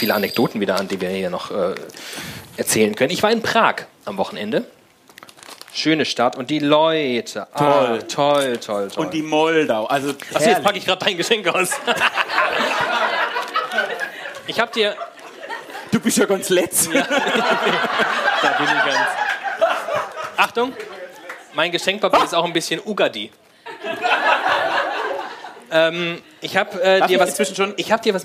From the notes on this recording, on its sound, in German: WiEderlicher LIVE. Genießt den ersten Teil der großen Live-Show von wiEderlicher!